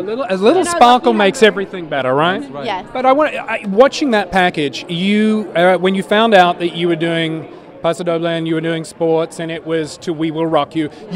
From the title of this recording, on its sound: On the Red Carpet at Dancing With The Stars